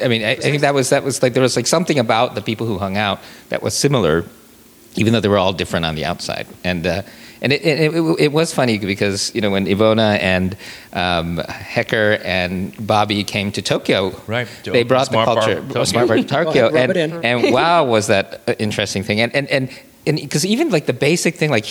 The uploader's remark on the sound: Live from the Metro Smart Bar in Chicago where I worked in the 80s.